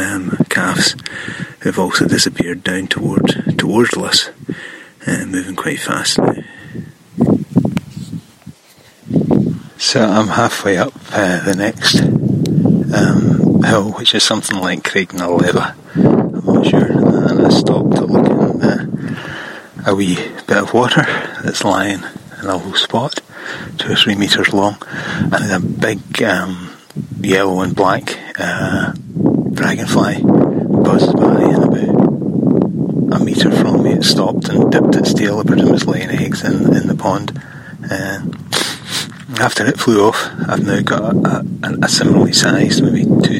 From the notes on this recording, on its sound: Glen Finlas – walkcast. I recorded this on a walk last week using the iPhone audio memos app. Just kept a memo open and recorded fragments on the go. Unfortunately at some point I hit done and when I added more, without looking, I recorded over the start.